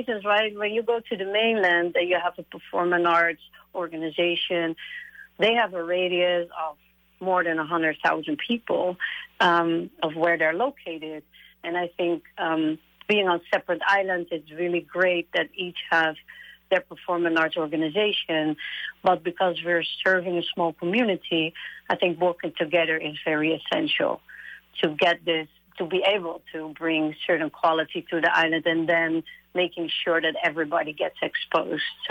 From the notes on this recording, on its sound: Broadcasting from St Thomas. Speaks on the phone.